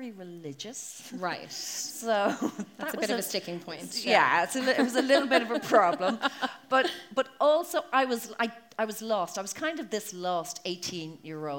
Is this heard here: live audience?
yes